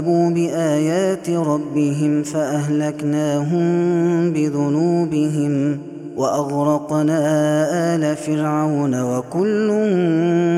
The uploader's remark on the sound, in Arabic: هذا التسجيل من صلاة التراويح